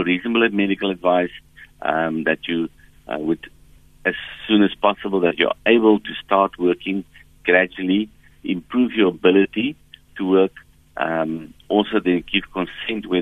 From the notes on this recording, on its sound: we are joined on the line